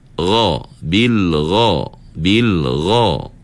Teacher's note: masa sebut huruf ghain, kita punya pangkal lidah sahaja terangkat. Adapun daun lidah kita tak berdempik naik ke langit-langit.